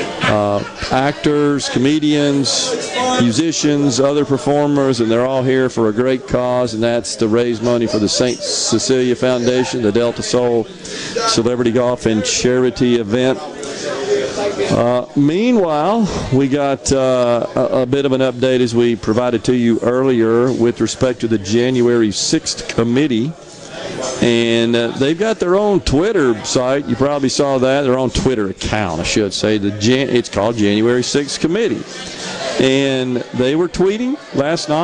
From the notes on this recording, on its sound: LIVE from Greenville Country Club for The Delta Soul Celebrity Golf & Charity Event